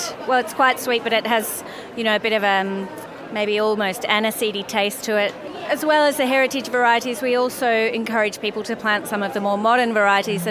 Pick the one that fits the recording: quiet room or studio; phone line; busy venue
busy venue